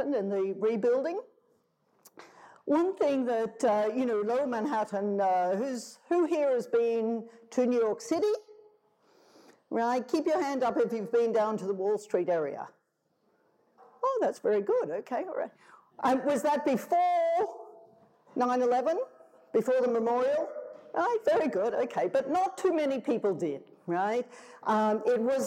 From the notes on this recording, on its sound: tells the audience at the Festival of Place